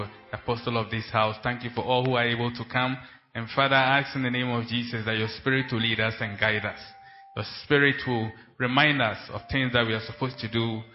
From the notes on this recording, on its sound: Preached At Central Assemblies Of God, Ho.